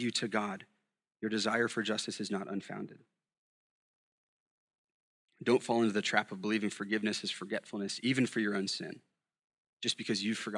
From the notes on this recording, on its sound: at Sojourn Galleria Church